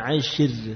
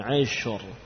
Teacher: ra-nya dibaca tebal karena ra itu sukun didahului harokat fathah. · Shown in: second take